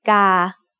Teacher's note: Together that makes กา, which means crow. กา also has a middle class consonant with a long vowel, so that's mid-tone.